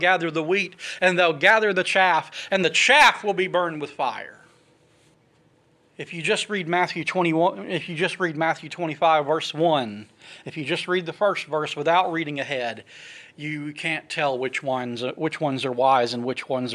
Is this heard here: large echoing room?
yes